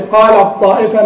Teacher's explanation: قال، يعني لو قلنا اللي بعد اللام في قال الطائفة نقول طاء مشددة، خلاص التاء ذهبت ذاتا وصفة، لم يعد لها وجود